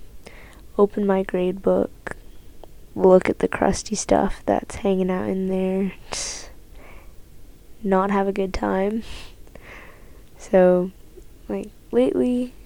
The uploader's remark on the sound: This ep is definitely very ASMR-sounding, especially because I tried to speak quietly (to not wake anyone up). This ep is definitely very ASMR-sounding, especially because I tried to speak quietly (to not wake anyone up).